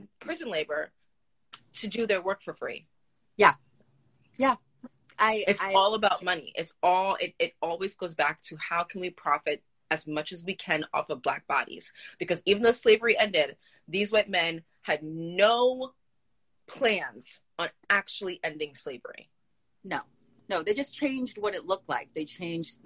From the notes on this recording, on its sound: The audio from my Instagram live series Jacques Talk.